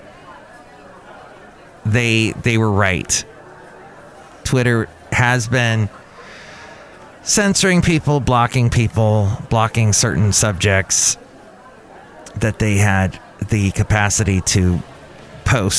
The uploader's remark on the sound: podcasts live from Cafe Anyway